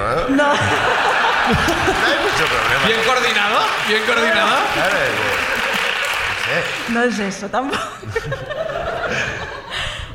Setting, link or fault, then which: setting, live audience